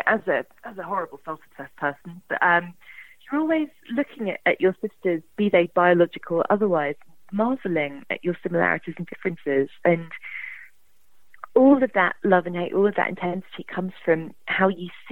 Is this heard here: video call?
no